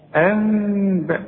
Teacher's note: اذا اوعى تضم شفايفك، اوعى تقول لي انباء، اوعى تستعمل لسانك وتقول لي انباء، لا انباء. هيحصل انفراط في الشفايف. يعني ايه انفراط في الشفايف؟ يعني ما اقفلش شفايفي على بعض، ما ضم ما كزهاش.